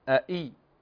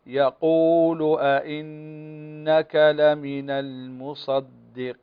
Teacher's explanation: عندنا همزتين، الهمزة الأولى مفتوحة والثانية مكسورة، فنقول أئي، فنحقق الفتح في الهمزة الأولى ونحقق الكسر في الهمزة الثانية، وكذلك النون مشددة بعدها.